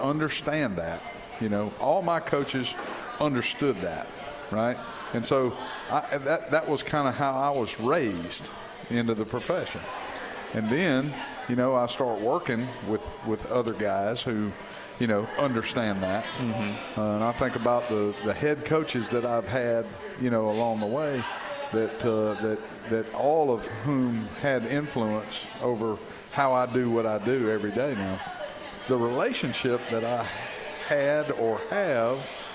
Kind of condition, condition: setting, busy venue